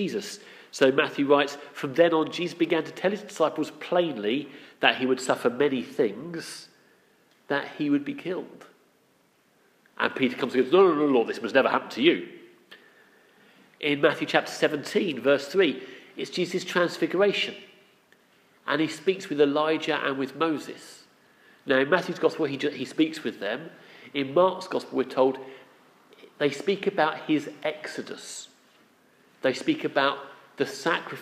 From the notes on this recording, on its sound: Our sermon from the 9am Palm Sunday service